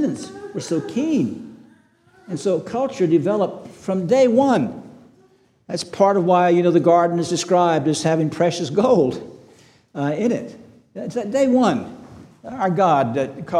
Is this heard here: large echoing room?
yes